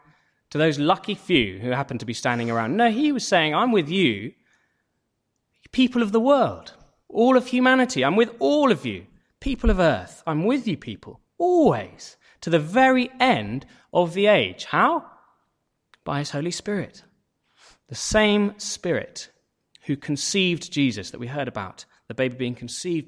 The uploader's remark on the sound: Sermon from St David's Church Moreton-in-Marsh, Evening Carol Service